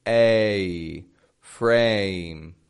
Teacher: It's got that Y glide on it.